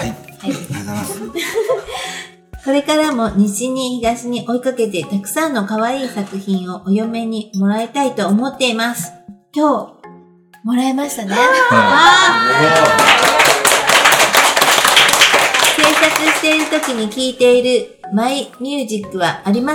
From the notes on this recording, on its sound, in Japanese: ものづくりについてトークをする公開収録「にわのわラジオTalkTogether」を行いました。ギャラリー林檎の木andR。